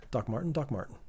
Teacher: There's like a weird like glottal stop between your Doc and Martin. That is the North American flap T, because I don't actually say T sounds.